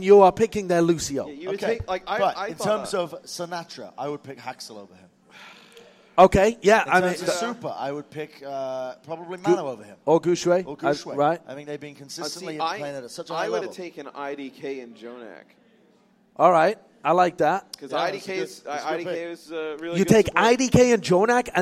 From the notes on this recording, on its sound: LIVE recording from Philadelphia.